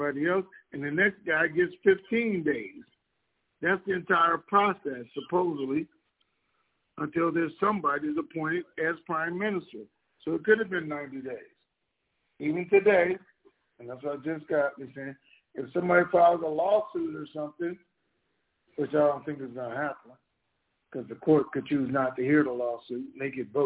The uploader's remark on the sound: TNTSuperfantastic Conference Call